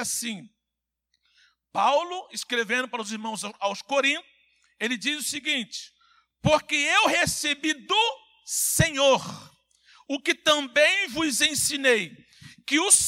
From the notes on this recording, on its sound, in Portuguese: CULTO AO VIVO – SANTA CEIA